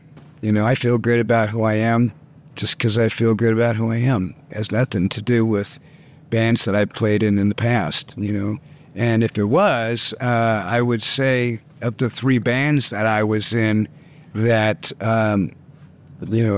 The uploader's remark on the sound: In our exclusive ROCK ANTENNE interview at Summer Breeze Open Air 2023.